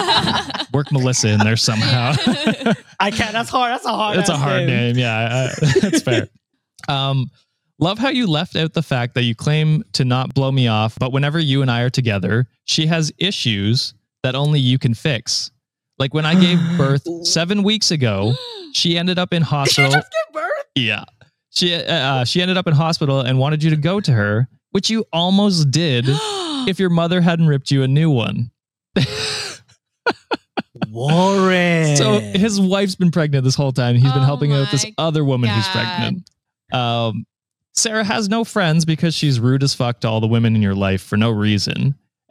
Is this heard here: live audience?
no